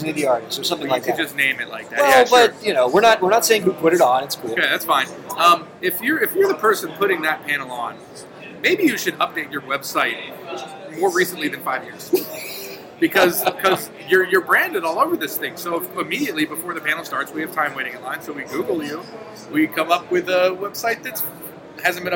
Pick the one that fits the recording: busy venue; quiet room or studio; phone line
busy venue